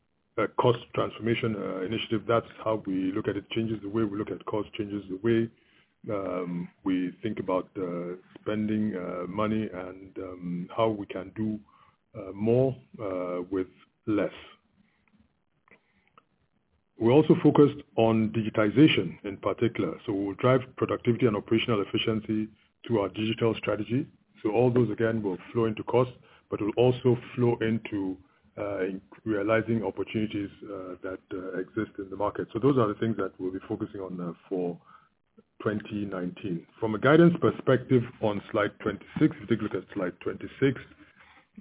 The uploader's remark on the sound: FY 2018 Investor and Analyst Conference Call by Union Bank.